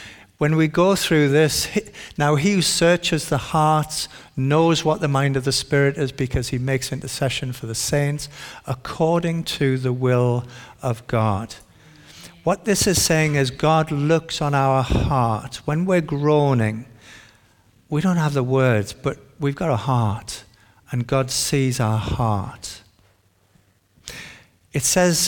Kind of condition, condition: setting, large echoing room